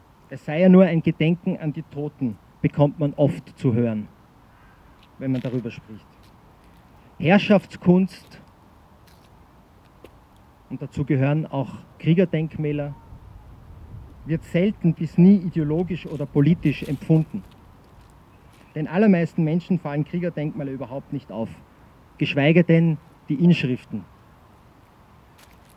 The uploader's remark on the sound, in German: O-Ton] Nie wieder Gleichschritt – Deserteursgedenken am 26. Oktober 2023 im Wiener Donaupark